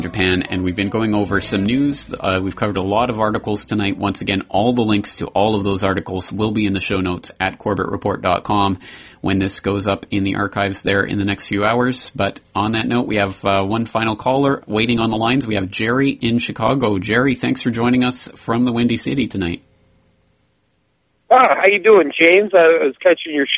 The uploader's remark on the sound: Open Phones